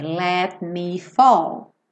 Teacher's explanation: No que eu ia fazer o T, já fechei pro M.